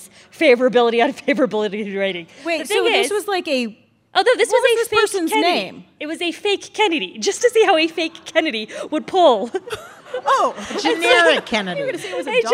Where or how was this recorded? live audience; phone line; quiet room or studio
live audience